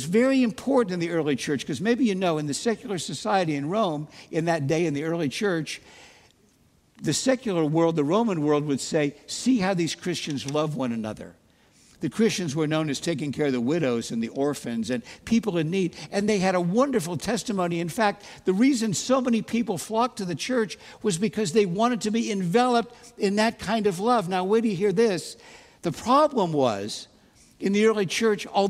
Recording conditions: large echoing room